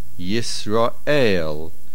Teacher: For example, the word Yisrael is pronounced Yisrael. The main stress is on the last syllable, el. · Term: Mil'ereha